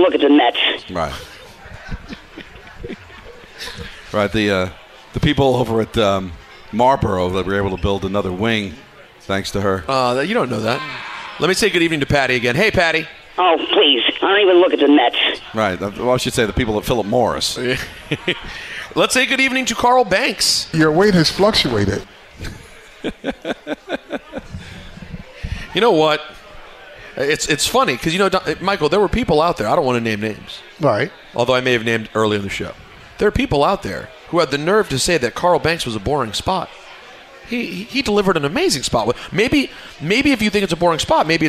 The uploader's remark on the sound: live from the NHL Store